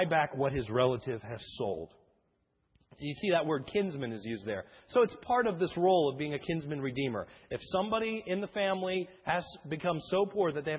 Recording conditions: large echoing room